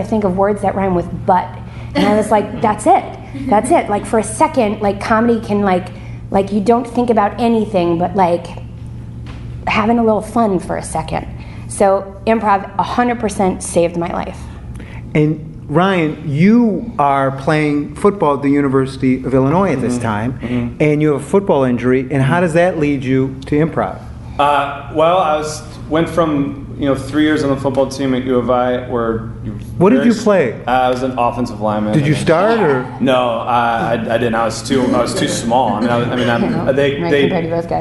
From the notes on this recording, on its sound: The Second City's Improv Allstars is a short form improv show a running in the UP Theater at The Second City Chicago. You can hear his transformation take place on stage.